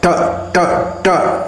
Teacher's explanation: pronounced by turning the tongue back and smacking it or against the top of the palate